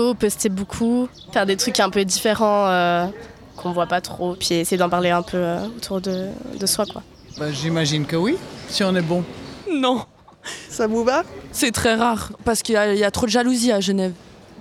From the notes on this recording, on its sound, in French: À Genève on écoute de tout. Un micro-trottoir enregistré devant le TFM. Interrogeant les passants sur leurs goûts musicaux.